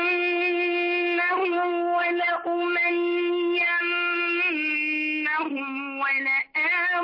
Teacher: أخلص فتحة اللام، كنت اللام كأنك تكسرينها